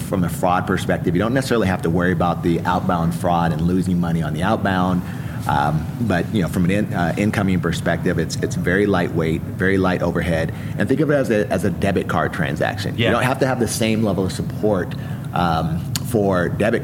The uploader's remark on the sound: LIVE FROM MONEY 20/20.